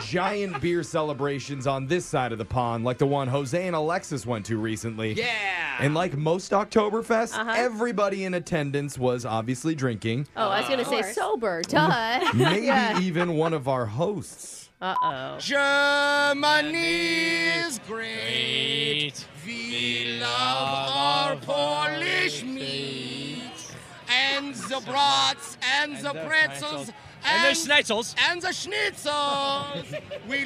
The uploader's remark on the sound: One of the biggest parties of the year happened over the weekend...Oktoberfest! With schnitzel in one hand and a mic in the other to ask people a simple question.